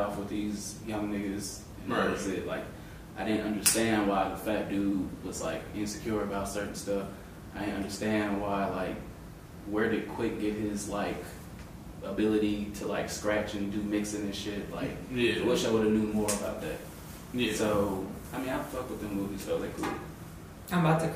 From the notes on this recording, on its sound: Sorry about the audio